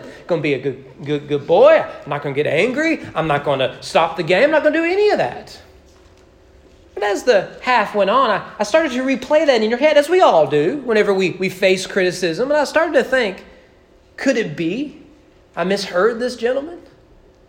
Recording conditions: large echoing room